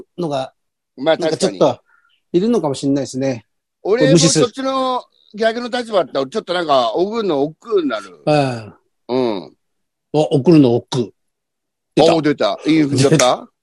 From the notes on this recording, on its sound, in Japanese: ZOOMで収録